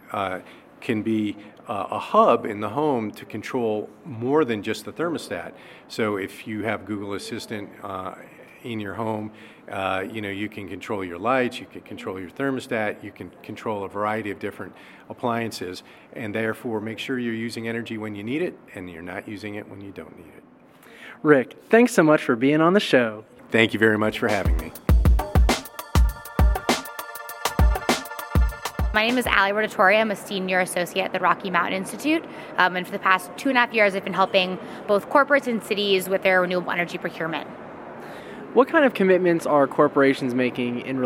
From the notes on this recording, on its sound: In this episode, we are live at Advanced Energy Economy's first annual Eastern Regional energy policy conference -- Advanced Energy Now | East. Recorded at the Greater Richmond Convention Center in Richmond, Virginia and sponsored by Advanced Energy Economy.